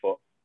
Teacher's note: it's not a K anymore, but it's not completely gone. It's sort of like a glottal stop. So it'd be like fo, like just like that.